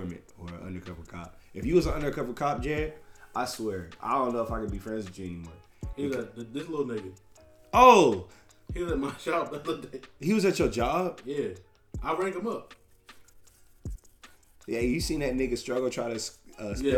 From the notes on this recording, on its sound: My mic died while recording, so if you listening turn it up all the way.